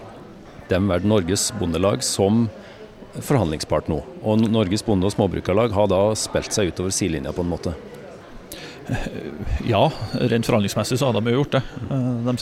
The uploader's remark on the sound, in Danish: Live fra Domus